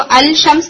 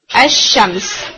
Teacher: लाम नहीं पढ़ा जाता, लाम की जगह आप शीन को डबल कर देते · Shown in: second take · Term: इदगाम Shamsi